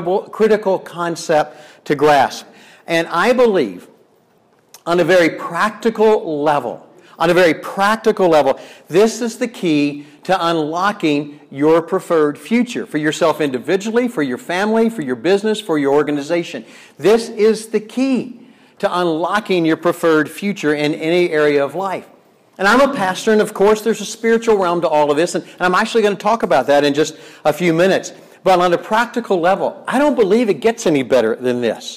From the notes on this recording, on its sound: Delivered at Wisdom Chain Day in Medora, ND on June 15th, 2021.